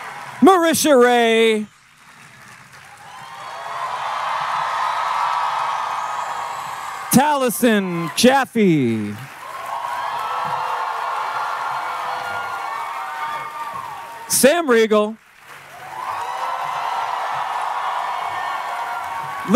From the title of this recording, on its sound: Live from San Diego Comic-Con 2018